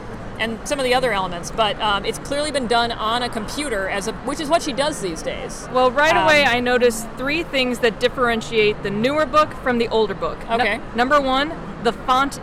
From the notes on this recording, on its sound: What would it sound like with more background noise? At the most recent American Library Association Annual Conference in beautiful downtown Chicago, Illinois we bring to you the first LIVE recording.